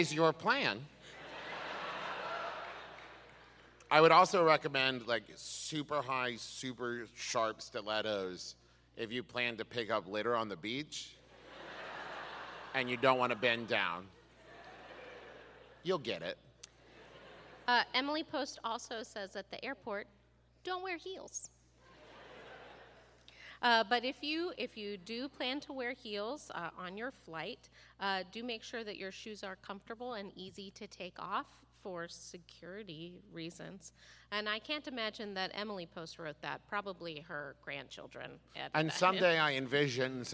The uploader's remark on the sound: Was recorded LIVE in Pittsburg!